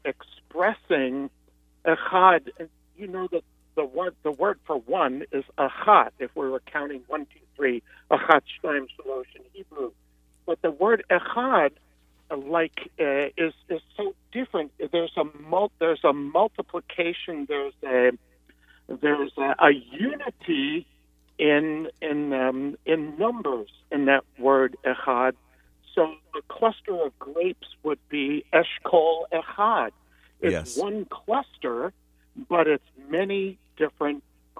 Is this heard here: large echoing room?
no